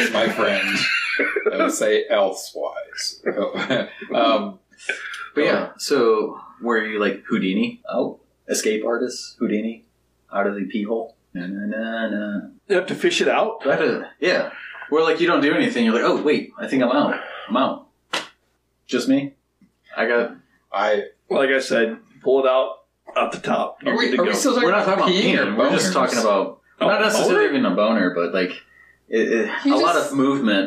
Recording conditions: poor microphone